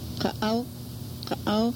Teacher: there's a soft back K, a short A, glottal stop, short AW diphthong. And that separates the short A from the short AW diphthong because they are different sounds.